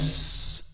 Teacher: ايضا من الملاحظات ايضا هنا عندما اقول اس تلاحظ جريان الصوت، وده اللي بسميه الرخاوة في الحرف. اقول اس الصوت اللي بيشبه صوت الطائر اللي بسميه صفير